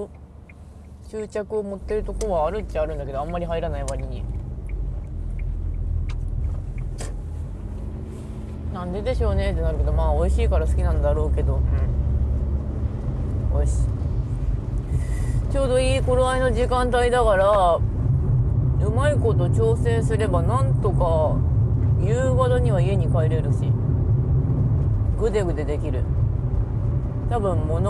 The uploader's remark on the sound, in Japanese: 休日に車の中でぐだる。From Radiotalk。